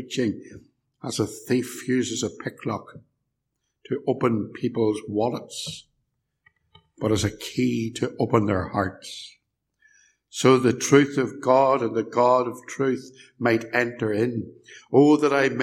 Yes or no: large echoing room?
yes